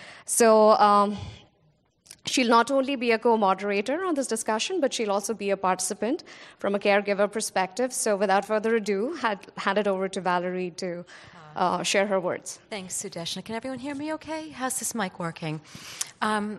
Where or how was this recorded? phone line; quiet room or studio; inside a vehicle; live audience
live audience